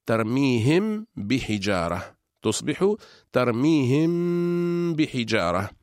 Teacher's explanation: أما الحكم الثاني من أحكام الميم الساكنة فهو الإخفاء، ويكون إخفاء الميم الساكنة إذا جاء بعدها حرف واحد وهو حرف الباء، مثل قول الله تعالى ترميهم بحجارة، تصبح ترميهم بحجارة، فالميم من الشفتين وكذلك الباء من الشفتين، فهما حرفان من مخرج واحد، إلا أن الميم فيها غنة والباء ليس فيها غنة